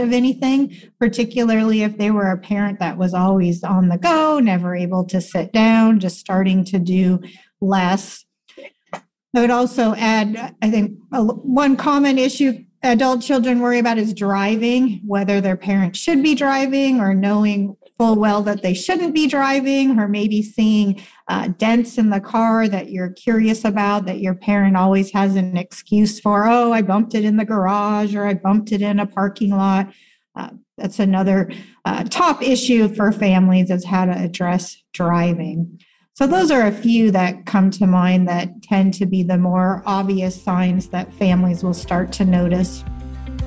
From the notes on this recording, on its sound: In this excerpt from a Zoom conversation. In this excerpt from a Zoom conversation.